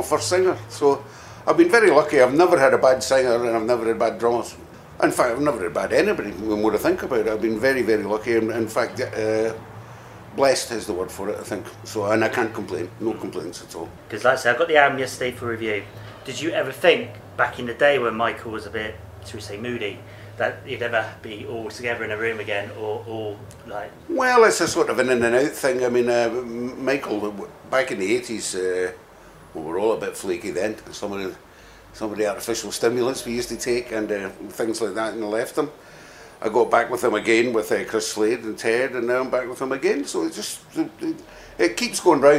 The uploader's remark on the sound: Recorded at Bannermans Edinburgh.